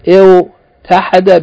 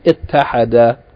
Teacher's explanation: Yani, kasra before the wow, ta after the wow, il tahada, but the wow becomes assimilated into the ta · Shown in: second take · So instead of il tahada became ittahada.